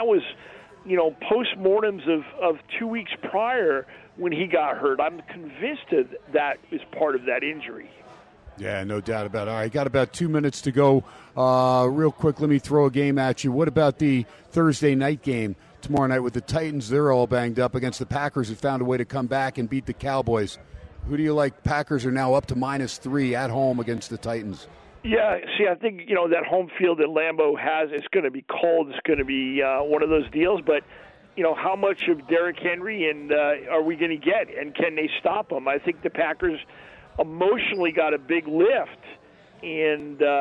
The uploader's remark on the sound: "Live" from Steiner's Pub in Las Vegas